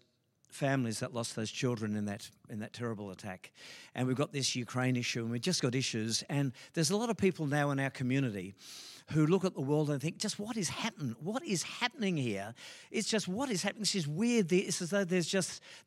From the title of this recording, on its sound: LIVE at Echo Church